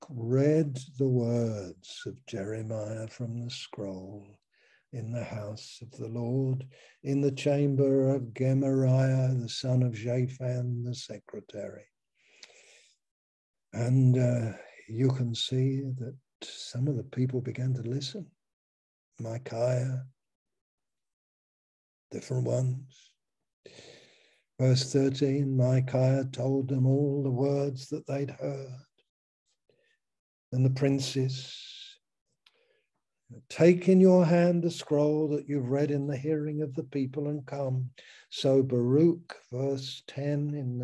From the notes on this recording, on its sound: Malaysia Meets (Zoom).